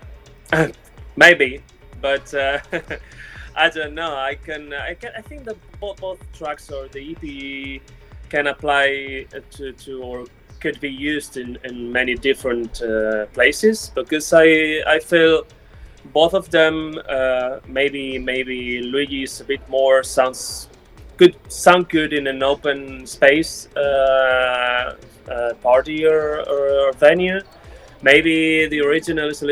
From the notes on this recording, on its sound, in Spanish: Primavera Sound, Radio Primavera Sound y Primavera Labels presentan la ‘listening party’ de …. En directo desde Abaixadors10.